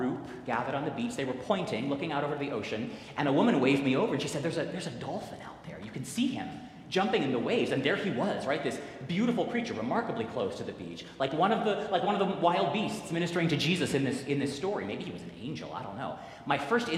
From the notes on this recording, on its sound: Recorded live at the 10:00 am service on the First Sunday of Lent.